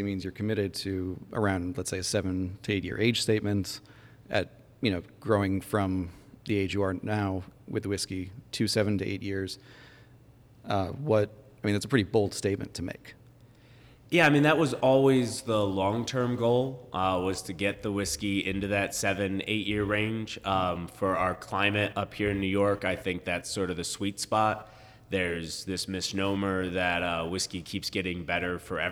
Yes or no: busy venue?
yes